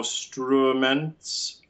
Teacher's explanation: Okay, so since we were talking about the open eyes in those unstressed syllables, we also have an open U in the word instruments